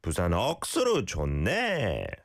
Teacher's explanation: It has to go up on the 네. · Term: intonation